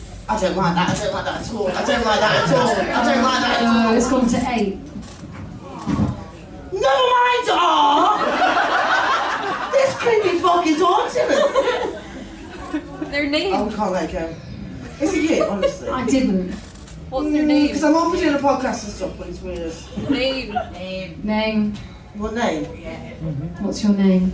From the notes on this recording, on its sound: Ghost Huns LIVE!!!! To a SOLD OUT Gilded Balloon audience. Thank you to our wonderful audience for coming along and making our first live show so bloody special.